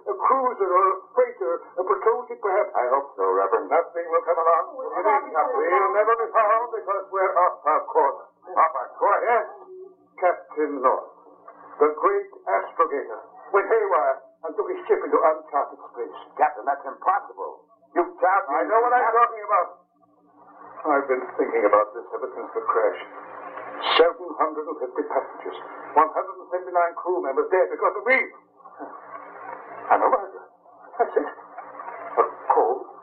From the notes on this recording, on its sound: Audio quality is low on this one.